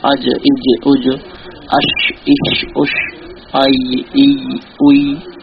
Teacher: জিভার মধ্যস্থল তার বরাবর তালু মিলিয়ে জিম শিন ইয়া উচ্চারণ বলেছিলাম